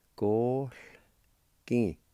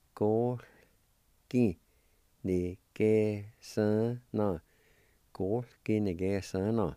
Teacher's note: there's going to be a faint aspirated sound right between the O and the L. In other words, like an H sound, okay?